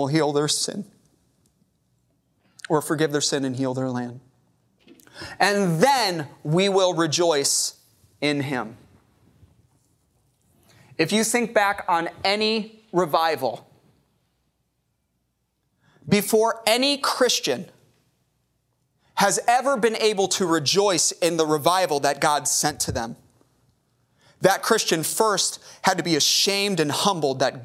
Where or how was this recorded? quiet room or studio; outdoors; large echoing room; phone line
large echoing room